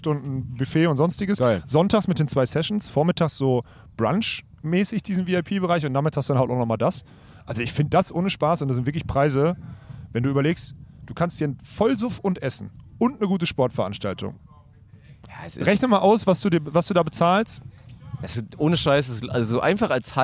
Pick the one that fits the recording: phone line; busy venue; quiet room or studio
busy venue